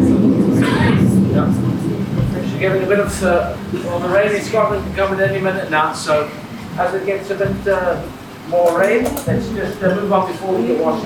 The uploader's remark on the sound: This special bonus episode of Scran was recorded at the newly opened Johnnie Walker Visitor Experience on Princes Street in Edinburgh.